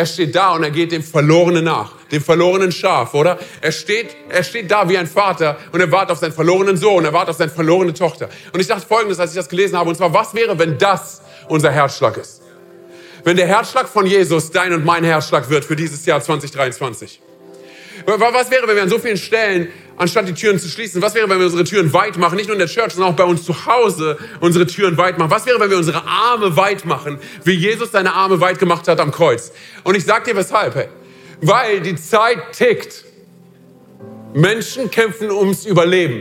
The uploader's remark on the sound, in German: aus unserem Vision Sunday Gottesdienst